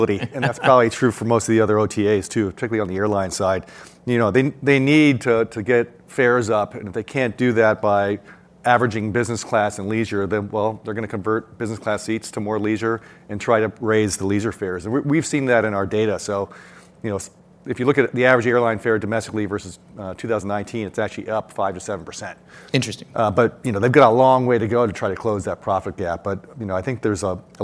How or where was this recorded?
busy venue